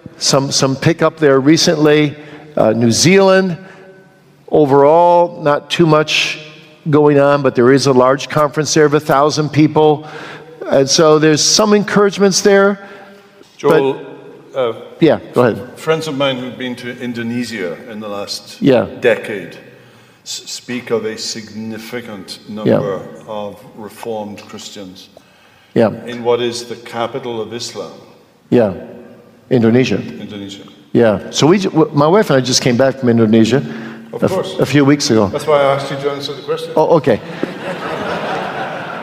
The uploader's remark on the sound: Q & A from the 2022 Boise Reformation Conference